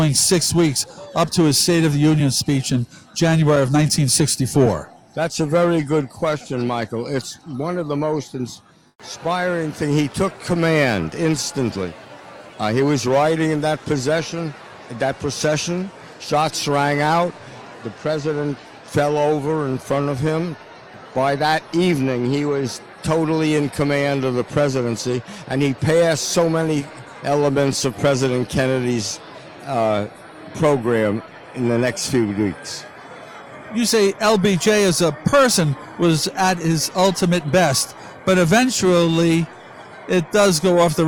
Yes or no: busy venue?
yes